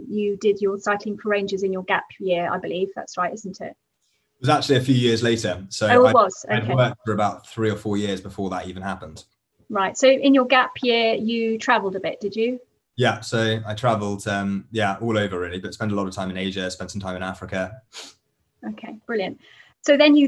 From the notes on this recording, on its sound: This podcast is a recording of a Beyond Radley event - virtual talks by experts from the Radley community.